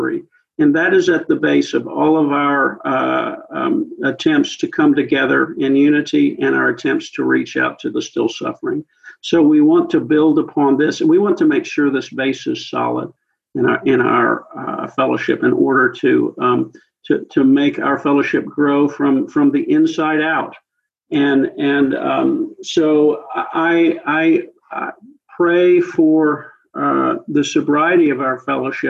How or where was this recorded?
video call